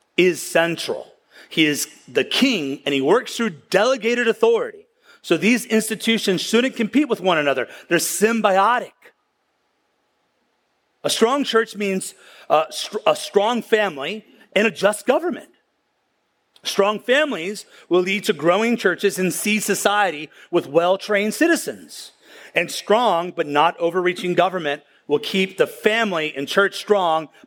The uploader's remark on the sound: at the County Before Country Conference 2023